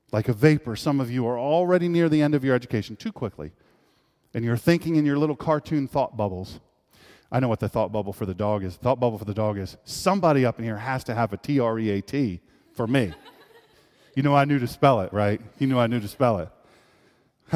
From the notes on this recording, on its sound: This is a live speech. At Sharp Hall at the University of Delaware.